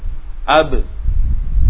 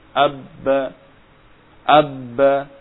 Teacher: Misalnya kita sukun ab, kita ketemu, oh ternyata makhrajnya di syafatan, bibir, di kedua bibir dirapatkan. Kemudian ketika disukun muncul qalqalah.